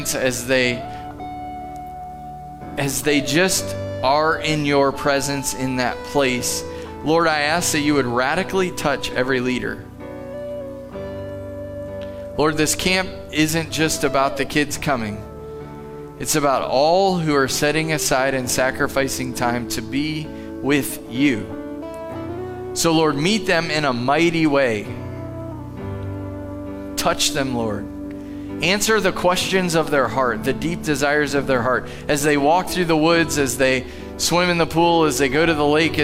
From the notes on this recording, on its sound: Live from The Summit Church in Dover, OH